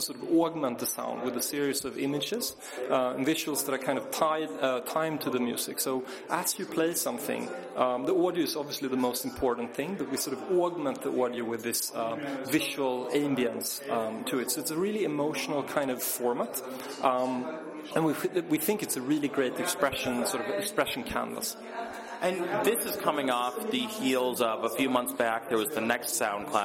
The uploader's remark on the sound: Recorded at the SoundCloud x Tumblr Creator Clubhouse community meet up event at SXSW 2013